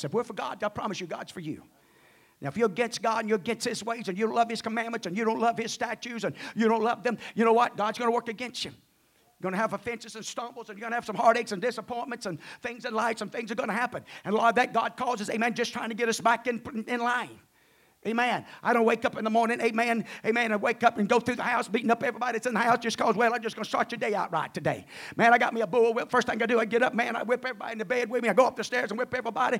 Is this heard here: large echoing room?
yes